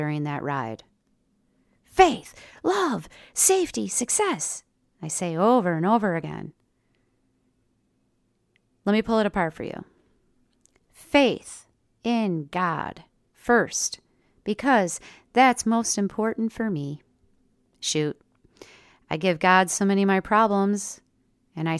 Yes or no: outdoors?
no